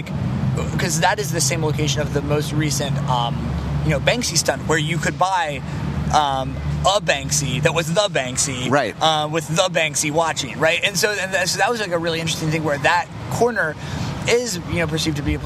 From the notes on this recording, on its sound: take a walking tour of New York